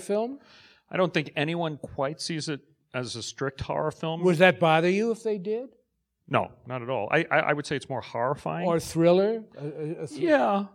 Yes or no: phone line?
no